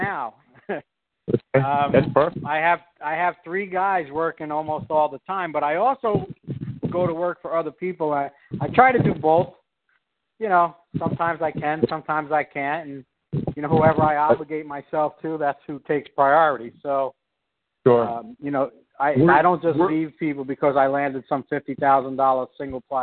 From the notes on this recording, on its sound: Core Team Conference call.